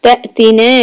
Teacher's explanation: Hamza has a sukun give a little hiccup